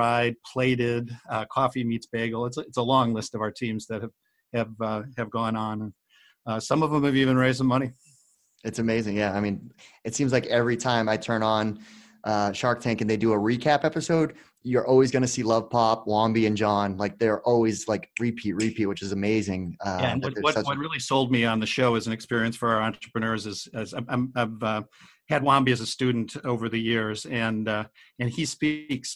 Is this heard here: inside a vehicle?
no